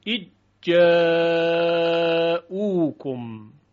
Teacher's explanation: ذال در طرف اللسان سر زبان هست و جیم در وسط اللسان یا به قول آواشناسان مقدم اللسان. · Term: ادغام صغیر